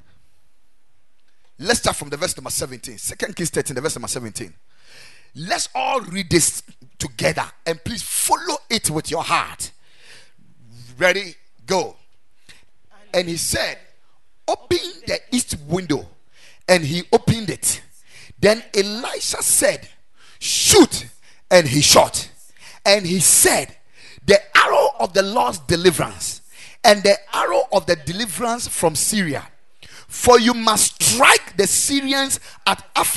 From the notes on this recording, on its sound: Preached at the Ekklesia Campus